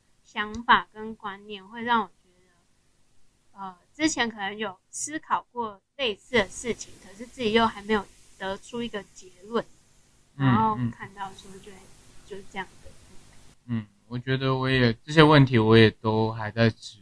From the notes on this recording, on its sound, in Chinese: 這幾次的音檔收音部分較糟，但是！我們已經添購新設備！！